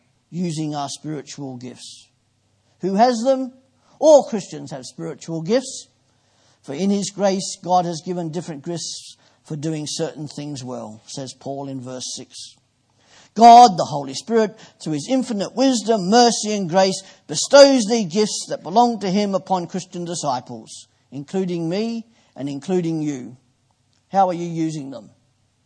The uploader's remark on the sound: Preached at Poulner Baptist Chapel, 1st February 2015.